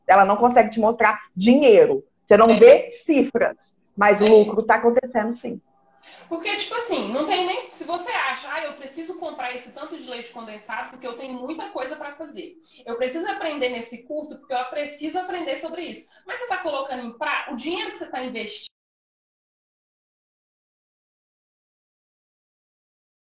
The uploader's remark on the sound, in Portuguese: O áudio deste episódio foi extraído de uma live no meu Instagram.